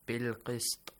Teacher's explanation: But if you made a pause, بالقسط، the thought, the harakat, the kasra changes to sukun, and you have to read it with an echoing sound or bouncing sound